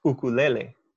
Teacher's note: at the very beginning of that sound is not a U, it's a glottal stop